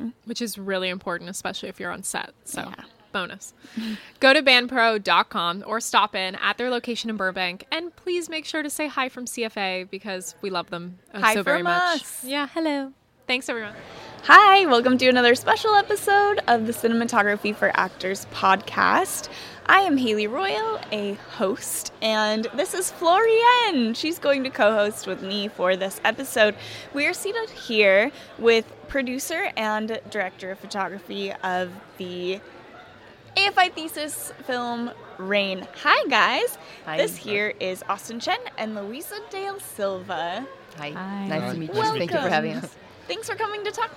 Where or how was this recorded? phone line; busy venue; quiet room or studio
busy venue